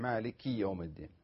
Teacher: الصحيح مالكي يوم الدين يكسر الكاف